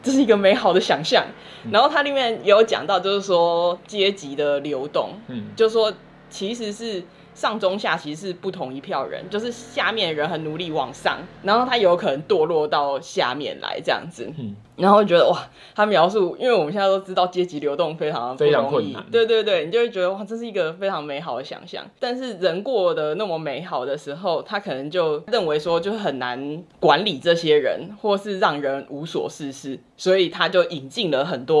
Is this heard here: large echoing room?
no